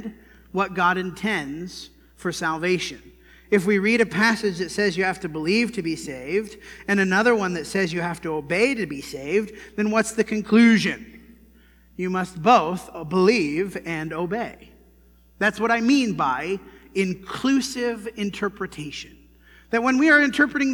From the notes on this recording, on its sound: This sermon was preached at the Dewey Church of Christ on September 22, 2019.